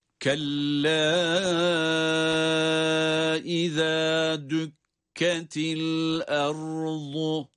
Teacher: Kella derken uzatma harfi ve uzatma durumundan sonra başka bir kelimenin başında hemze geldiği için ayrı kelimelerde olması itibariyle meddi munfasıl olarak okuyoruz. Tabii ki kella uzatılarak, dört elif miktarı kadar uzatılarak okunmalı. Okuma usulüne göre bu meddin ölçüsü bire kadar da düşebilir ama o detayı, ayrıntıyı şu anda işlemeyeceğiz.